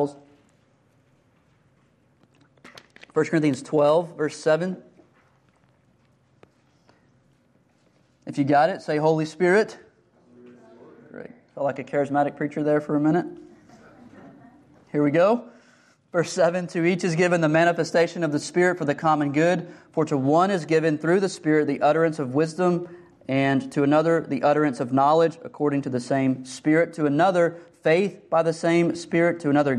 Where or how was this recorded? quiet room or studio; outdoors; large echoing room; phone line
large echoing room